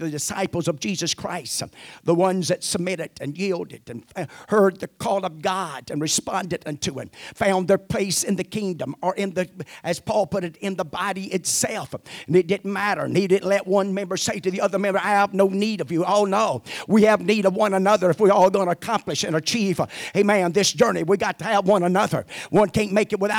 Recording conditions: large echoing room